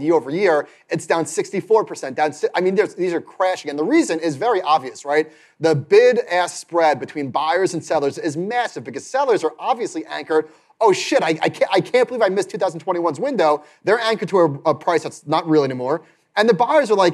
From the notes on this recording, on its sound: This episode was recorded in front of a live audience at MarketWatch's Best New Ideas in Money Festival.